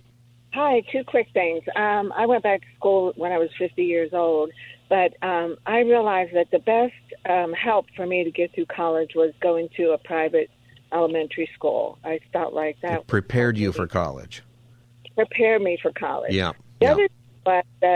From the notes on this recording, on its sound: We also continue open phone Friday.